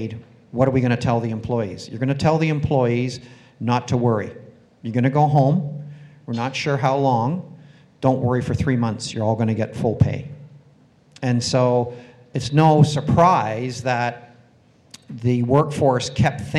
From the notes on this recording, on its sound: The in-depth interview was recorded live on-stage at The Northern Miner's Progressive Mine Forum held at the MaRS Discovery District in downtown Toronto in October 2018.